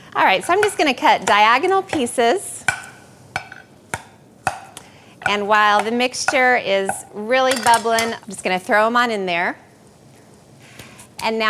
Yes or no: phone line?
no